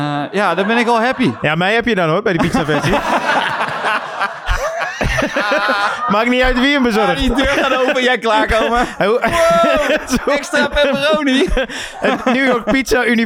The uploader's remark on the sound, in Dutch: een heerlijke chaos met publiek